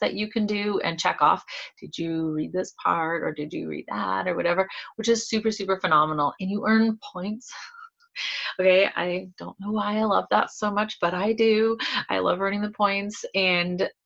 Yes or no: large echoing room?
no